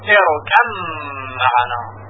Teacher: حرف بی ساکن در میم ادغام میشه · Term: ادغام متجانسین